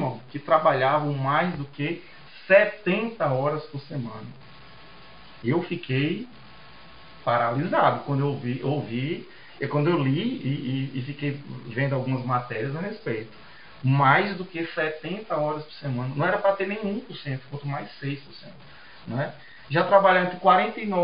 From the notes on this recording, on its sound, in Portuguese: Tivemos problemas técnicos que comprometeram, inclusive, a qualidade do áudio.